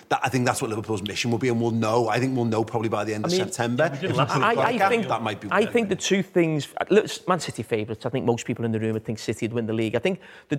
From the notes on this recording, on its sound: The Overlap Live Fan Debate. We’re back with the Fan Debate ahead of the brand new Premier League season.